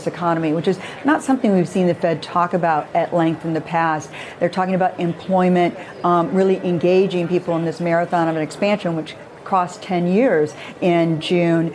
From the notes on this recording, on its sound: live from the New York Stock Exchange